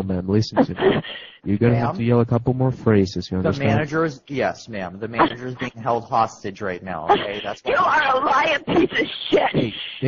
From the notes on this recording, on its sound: Prank Phone Calls